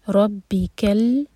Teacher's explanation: ربکل، کیف کو ہیوی نہیں ہونے دینا، کل نہیں کہیں گے، کل. ربکل، اور لام ساکن پر جھٹکا نہ ہو. لام ساکن کے بعد ہے حمزہ، حمزہ پر فتحہ اور اس کے بعد عین پر سکون.